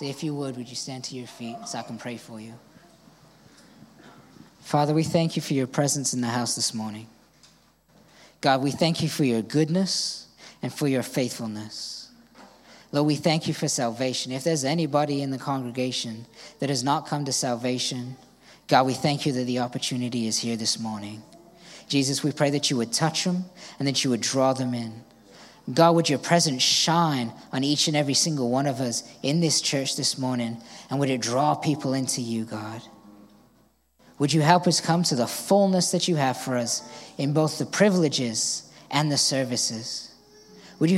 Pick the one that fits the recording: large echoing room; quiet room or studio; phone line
large echoing room